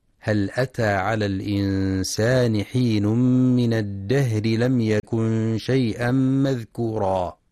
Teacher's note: ينتبه القارئ في كلمة الإنسان للإخفاء الحقيقي، وفي كلمة الدهر لهمس الهاء وترقيق الراء وصلا